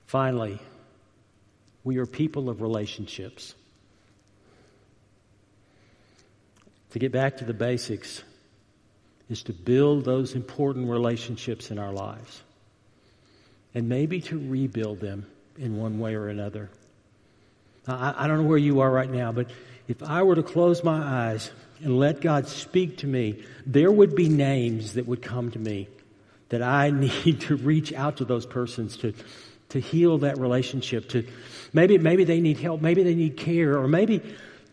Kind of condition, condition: setting, large echoing room